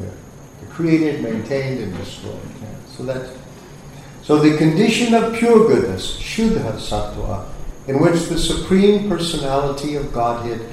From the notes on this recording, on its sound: Sunday Feast lecture at ISKCON Philadelphia